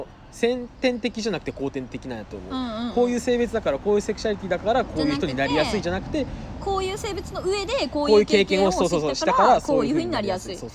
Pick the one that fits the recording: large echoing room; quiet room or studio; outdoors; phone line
outdoors